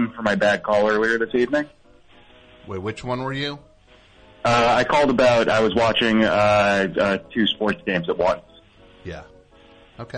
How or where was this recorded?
phone line